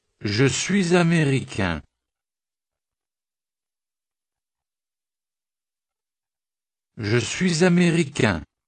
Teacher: слово «suis» произносится со звуком «з» на конце. Но это исчезающее «з», которая появляется только если следующее слово начинается с гласного звука, как слово...